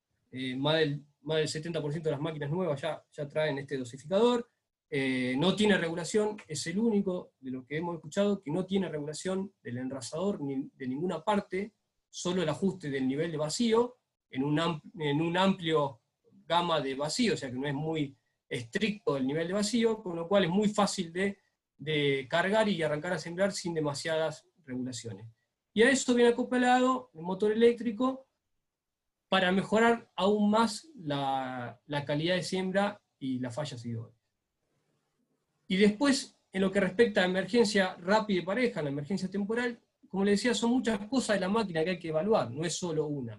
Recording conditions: video call